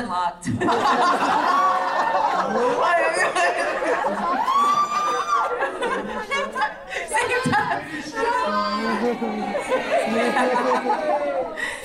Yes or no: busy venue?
yes